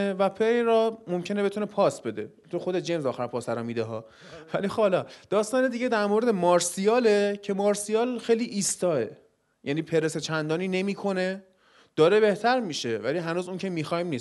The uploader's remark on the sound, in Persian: چهارمین اجرای زنده فوتبال لب رو میشنوید. به سوالات حاضرین سالن جواب دادیم.